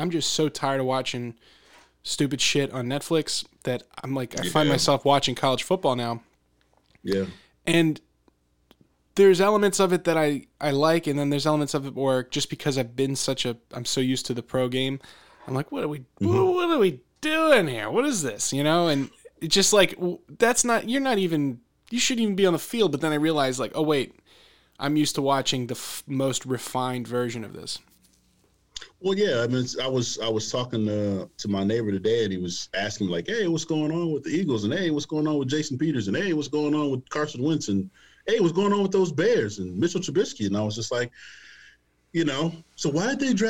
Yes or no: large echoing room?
no